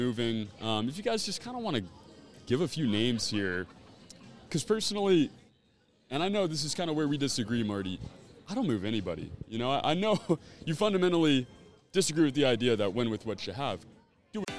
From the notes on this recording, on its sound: Rum Bunter Radio Live from the Federal Galley in Pittsburgh!